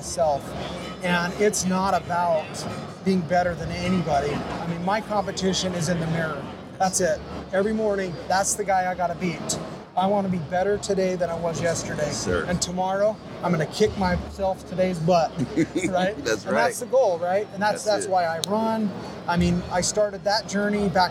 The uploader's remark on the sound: Live From Hunt Expo 2020.